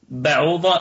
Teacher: مثلا ما بعوضة بعوضة، الكلمة كلها مرققة مع حرف الضاد في الدرجة الثانية من درجات التفخيم لأنها مفتوحة. بعوضة الباء فيها قلقلة نسبية لأنها متحركة. بعوضة العين فيها أتت متحركة بالضم واتصلت الضمة بالواو ففيها مد طبيعي وصلا وقفا.